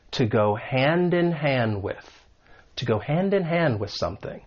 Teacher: So we can link that final d in hand with the vowel sound in, hand in. And then the next hand, that final D elides. It comes between those two consonant sounds. So it's going to sound like to go hand in hand with, to go hand in hand with something. · Term: elision